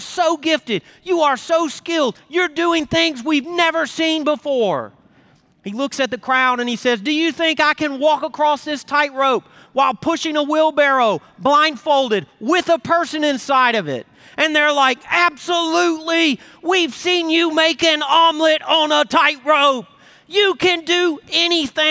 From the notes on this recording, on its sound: Recorded Live at Brookwood Church on 02.25.2024